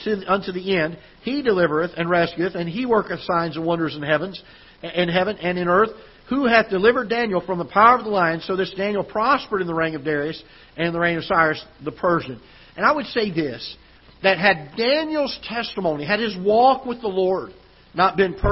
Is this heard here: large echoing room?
yes